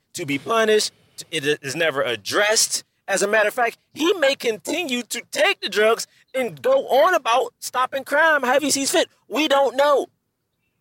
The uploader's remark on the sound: From Rental Car City as he podcasts live from the road.